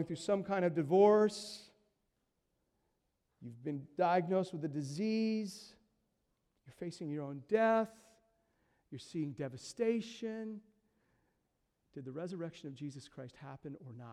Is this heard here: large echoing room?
yes